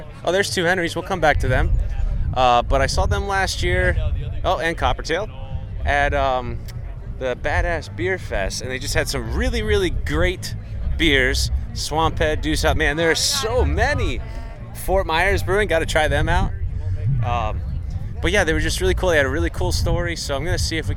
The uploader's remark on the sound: BMC - LIVE - The 2018 Florida Brewers Guild Craft Beer Festival